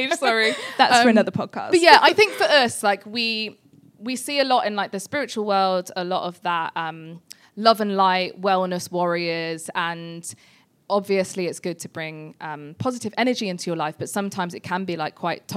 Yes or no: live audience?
yes